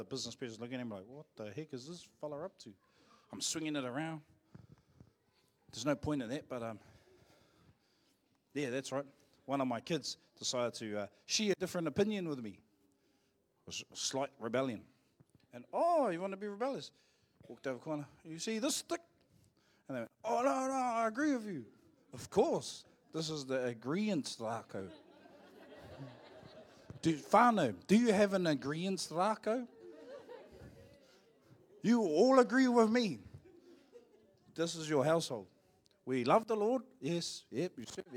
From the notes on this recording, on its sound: Live from IwiTapu Destiny Church Hawkes Bay